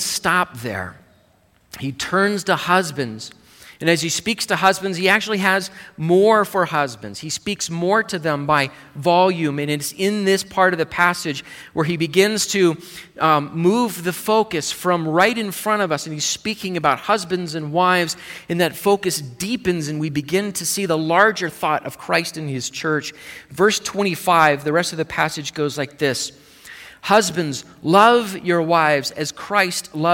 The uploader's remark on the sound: Live Service